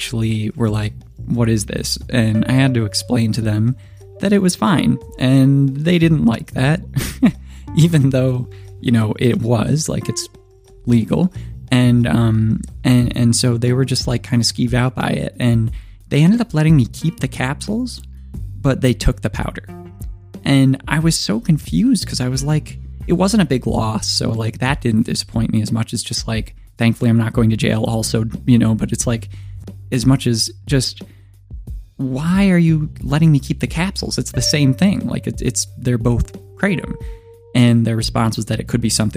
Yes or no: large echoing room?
no